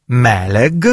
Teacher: L'aggettivo ungherese meleg, leggi come in italiano con entrambe le aperte, accento tonico sulla prima, è G di gatto